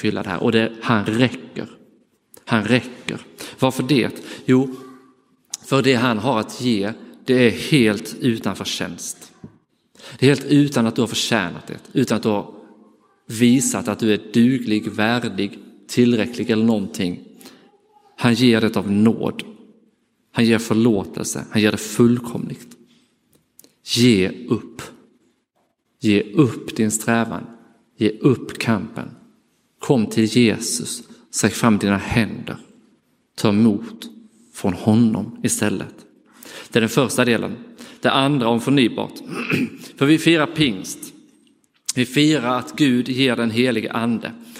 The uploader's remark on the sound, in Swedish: Inspelad i Roseniuskyrkan den 28 maj 2023.